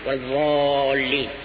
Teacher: بعض الأئمة يصلون بالناس ينطق بهذه الضاد ضاء مغلظة أيضا، يغلظ، نعم، يملأ فمه منها والضالين، نعم.